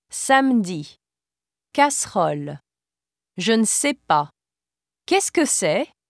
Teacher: the E muet is generally not pronounced when it is preceded and followed by a single pronounced consonant · Term: Silent E muet